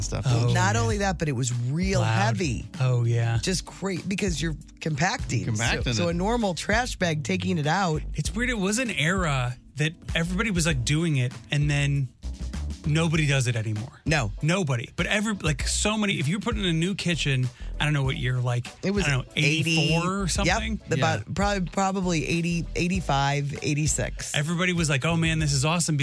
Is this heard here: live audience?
no